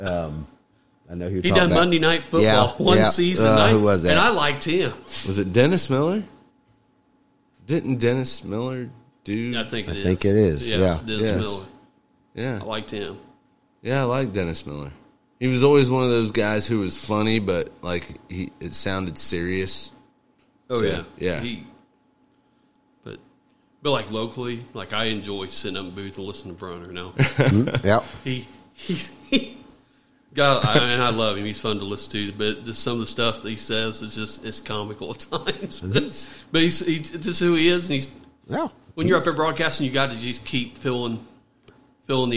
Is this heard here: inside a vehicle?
no